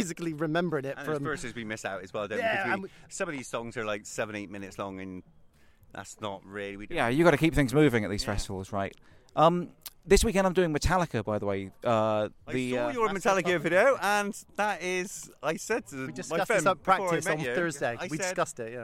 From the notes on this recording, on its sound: Inside a Local Ukulele Festival! I take a trip to a local ukulele festival in Box - a small village of less than 400 people in the South West of England.